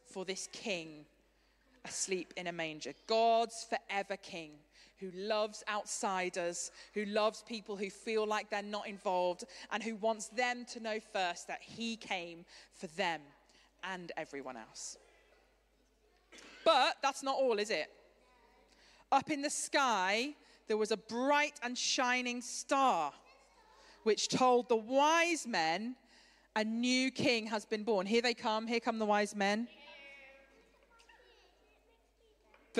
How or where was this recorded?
large echoing room